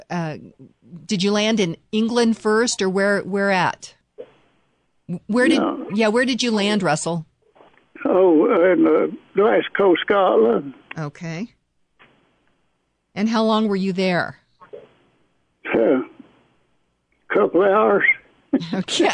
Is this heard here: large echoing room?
no